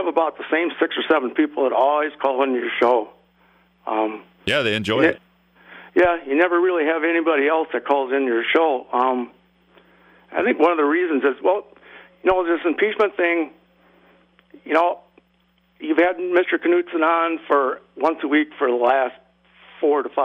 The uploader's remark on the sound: called in with their own agendas, which is always awkward.